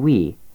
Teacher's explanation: You begin with 우 and end with 이. · Term: semivowel